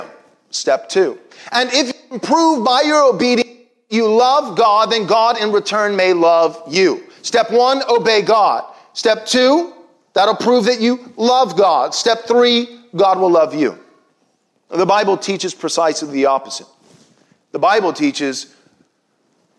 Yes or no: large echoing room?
yes